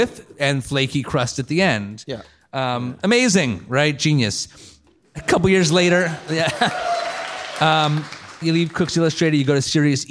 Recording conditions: live audience